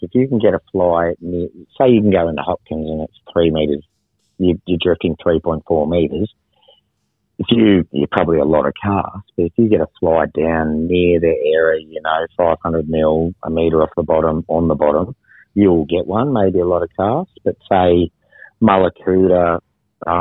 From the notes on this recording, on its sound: On the phone to chat all things victorian bream fishing.